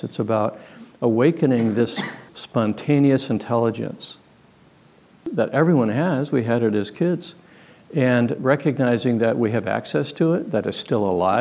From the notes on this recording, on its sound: leading a live discussion at a recent retreat